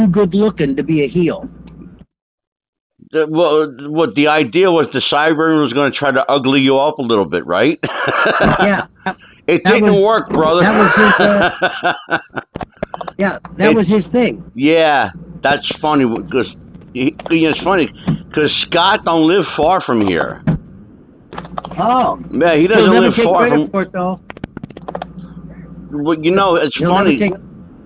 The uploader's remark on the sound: I made a phone call to square up the usual details. My phone has an automatic call record feature and the entire phone call was indeed Recorded.